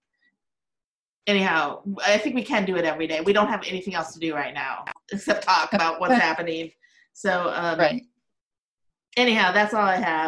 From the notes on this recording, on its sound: This is a zoom chat.